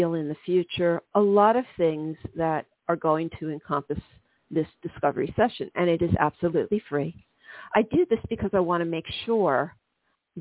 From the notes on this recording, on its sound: This is a call in show.